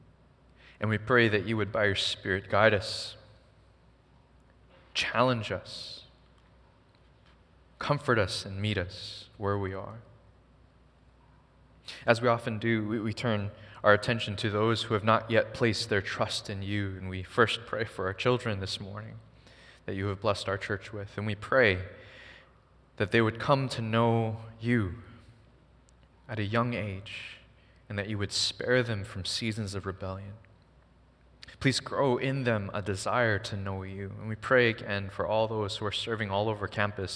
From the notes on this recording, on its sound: Recorded on November 12, 2023 at Waialae Baptist Church.